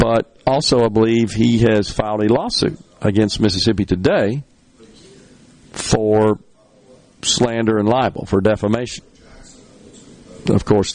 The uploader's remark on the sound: MidDays is LIVE from Itawamba Community College in Fulton as they celebrate their spring Graduation.